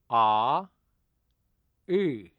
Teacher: this sound may be likened to the I vowel in words such as hit or dip, but a little darker in quality. Shape the inside of your mouth and say ah. · Term: the vowel I